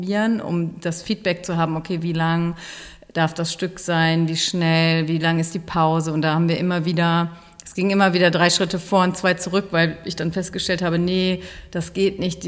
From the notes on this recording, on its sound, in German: in Berlin interviewt, auf dem DIS-Tanzen Festival des Dachverband Tanz Deutschland